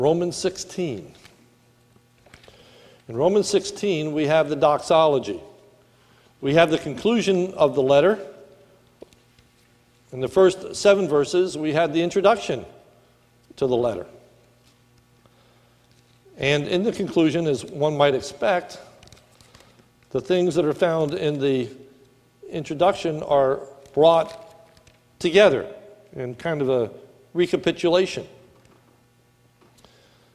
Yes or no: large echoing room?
yes